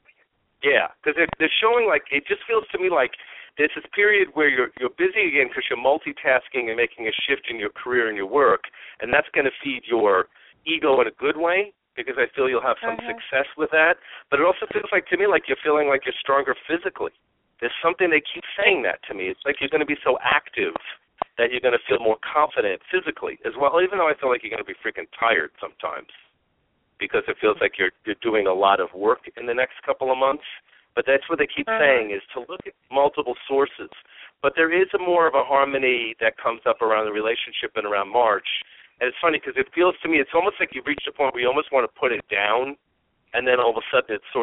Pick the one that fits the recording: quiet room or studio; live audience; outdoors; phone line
phone line